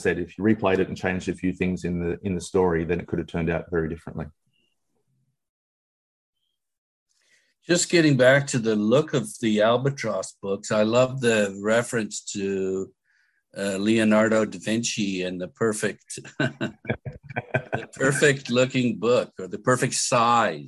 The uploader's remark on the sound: via Zoom